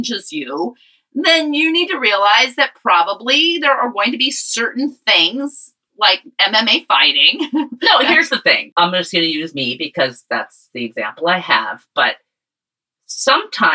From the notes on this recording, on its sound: Pardon the sound quality.